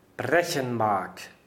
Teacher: Da hat man ein G, das wird dann am Ende des Wortes wie ein K ausgesprochen.